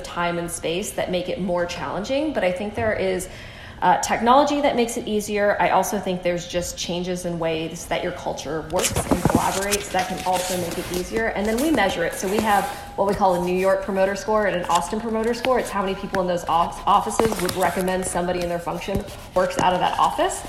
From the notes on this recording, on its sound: At the 2019 South by Southwest